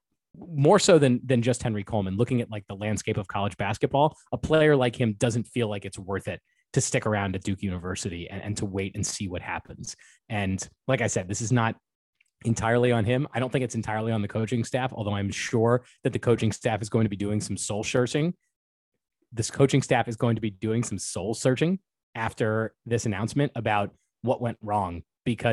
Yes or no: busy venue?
no